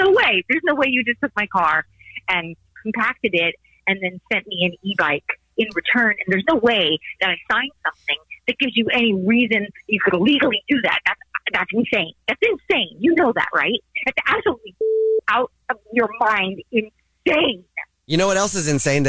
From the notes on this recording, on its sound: phone prank style